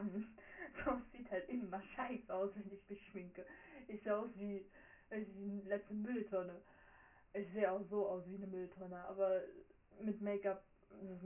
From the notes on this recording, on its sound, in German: Sorry für den Ton.